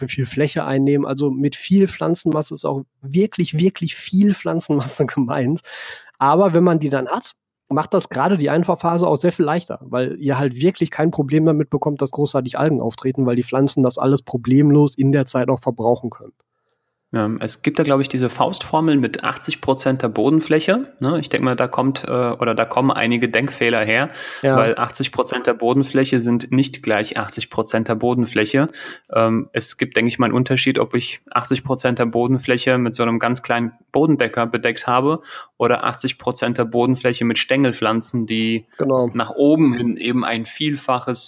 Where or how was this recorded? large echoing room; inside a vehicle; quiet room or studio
quiet room or studio